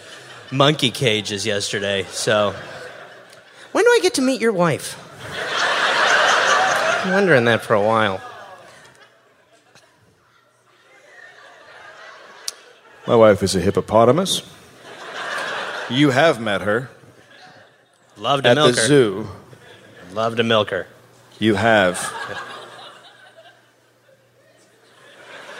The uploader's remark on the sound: Live in Seattle.